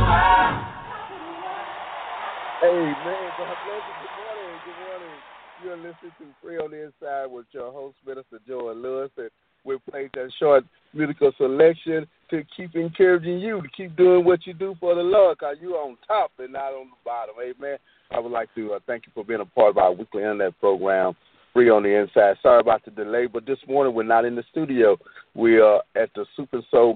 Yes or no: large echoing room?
no